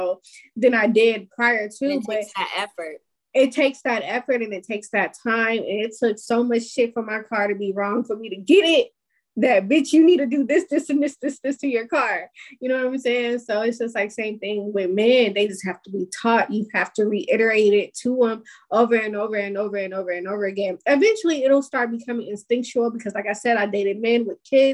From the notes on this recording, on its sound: This Episode was recorded via zoom.